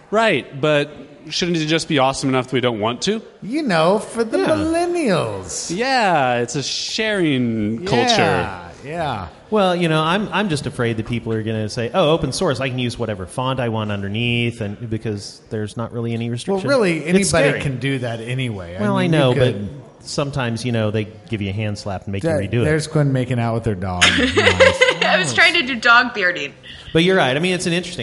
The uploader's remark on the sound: Live from the Fan Appreciation Party sponsored by Squarespace, at 8183 Studio in Kansas City. What a great turnout we had for our party. Discuss the state of interactive advertising with the audience.